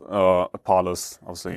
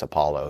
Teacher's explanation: You don't pronounce the S in English. · Shown in: second take